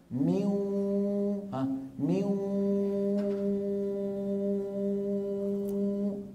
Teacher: صوتين في آن واحد، واو من الشفتين وغنة من الخيشوم